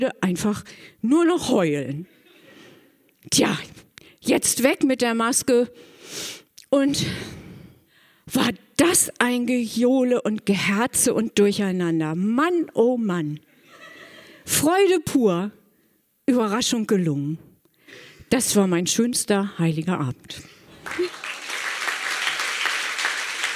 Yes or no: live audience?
yes